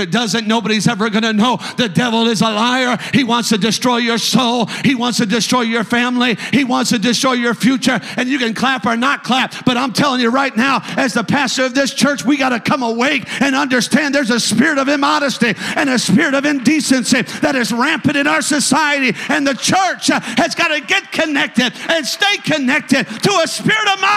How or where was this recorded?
large echoing room